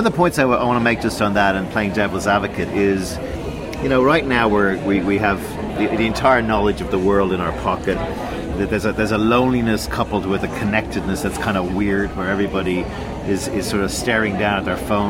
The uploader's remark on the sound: Recorded: A noisy bar in Sydney